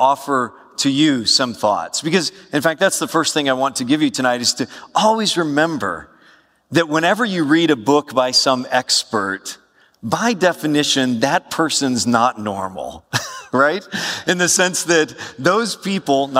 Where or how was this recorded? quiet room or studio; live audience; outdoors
live audience